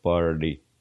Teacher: Если бы я был английским лордом, я бы говорил party, party. Но так как я не английский лорд, я говорю, как обычно говорят американцы. Они произносят букву R. Но буква Т после R, party, звучит более как-то звонко, я не знаю, как еще это вам объяснить, более грубо, и получается party, как будто бы я говорю party, party, нет, party, Christmas party.